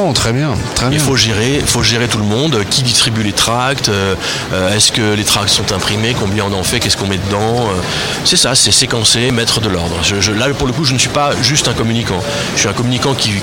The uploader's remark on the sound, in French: En direct du Dock B à Pantin